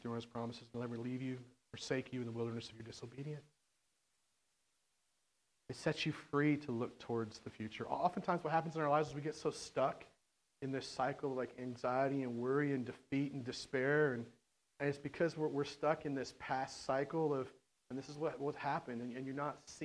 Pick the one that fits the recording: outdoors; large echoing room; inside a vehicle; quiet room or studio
large echoing room